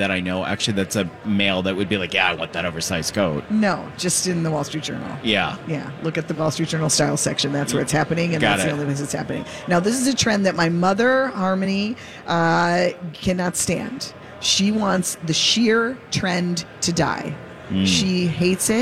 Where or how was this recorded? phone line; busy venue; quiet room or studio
busy venue